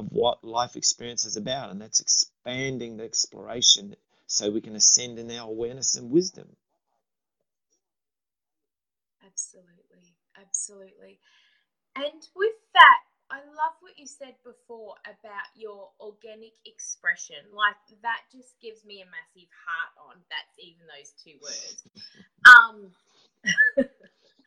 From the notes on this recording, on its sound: The sound is a little sketchy